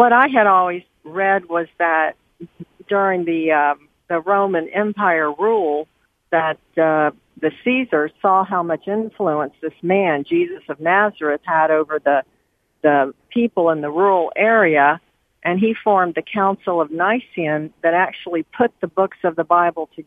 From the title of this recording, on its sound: Open Phone Friday